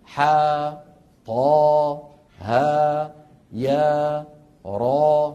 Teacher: ينطق كل منها على حرفين، ثانيهما حرف مد. إذن على حرفين مو ثلاثة، ويمد بمقدار حركتين مدا طبيعيا